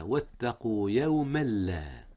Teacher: قوله تعالى: واتقوا يوما لا، جاء الإدغام هنا يا أستاذنا، وهو إدغام بدون غنة، حيث أدغم التنوين في اللام، واللام ليس من حروف الغنة